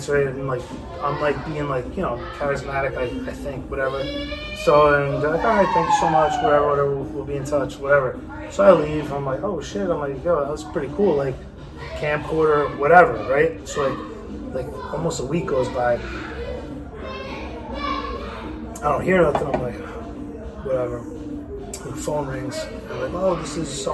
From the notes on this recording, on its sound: Snuck a 'Kast in mid Birthday Party this week. A little more background noise than usual but it's all good.